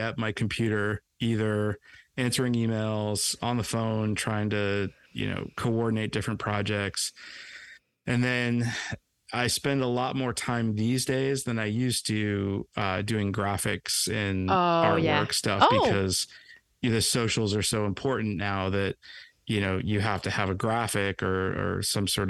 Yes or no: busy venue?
no